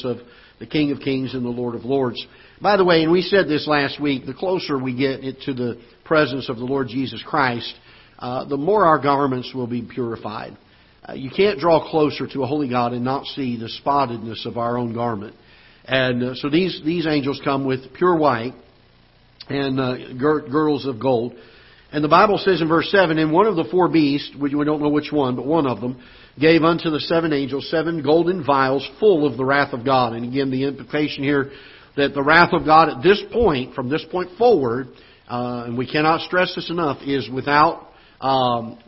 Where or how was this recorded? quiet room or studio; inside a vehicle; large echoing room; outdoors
large echoing room